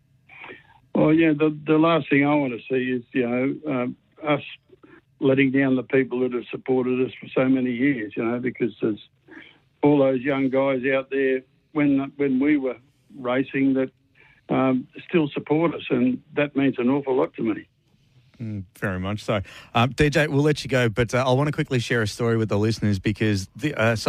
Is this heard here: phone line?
yes